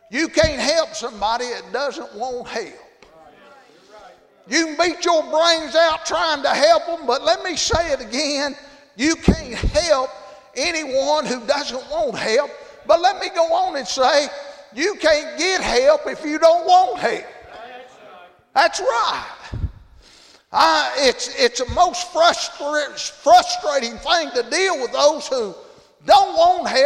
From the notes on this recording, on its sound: Thursday Evening service at Calvary Baptist